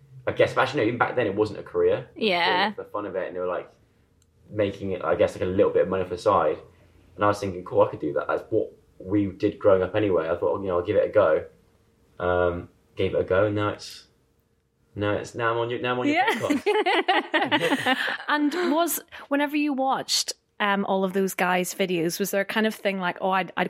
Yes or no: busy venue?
no